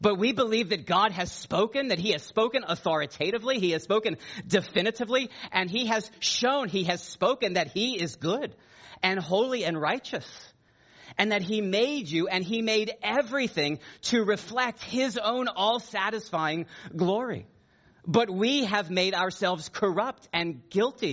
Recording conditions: large echoing room